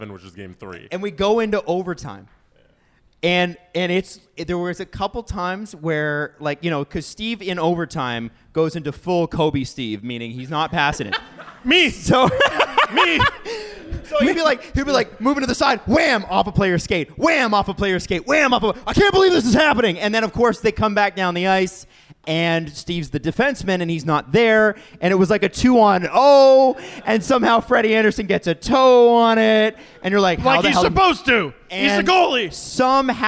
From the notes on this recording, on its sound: We're live from Bright Lights in Toronto with Lord Simcoe Brewing! Q&A with the crowd!